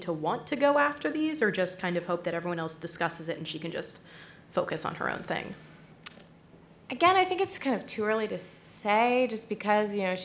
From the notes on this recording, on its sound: We're LIVE from WeWork at 1 Beacon!